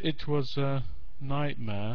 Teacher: she's got three syllables which are weak stress before she can say the main word, which is nightmare